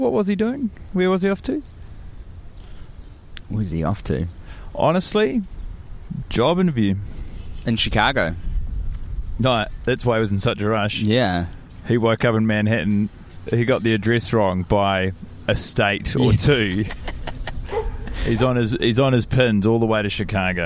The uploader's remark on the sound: in a dog park in Chicago enjoying the sights, sun and canines